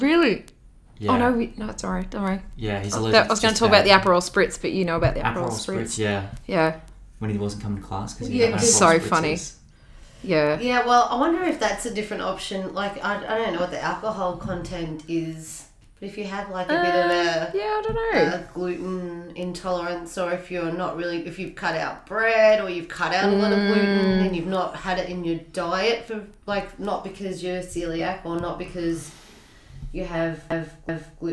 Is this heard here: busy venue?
no